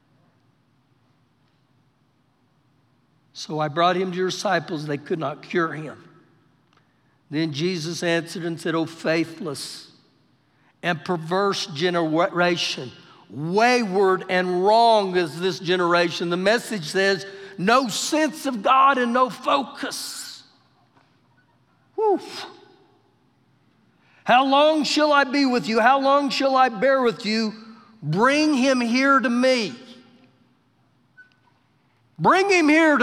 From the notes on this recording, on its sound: Recorded live during our Wednesday night service